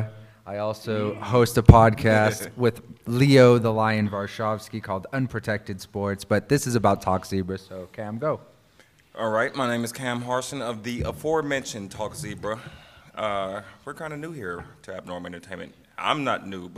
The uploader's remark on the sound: record live at Phoenix Comicon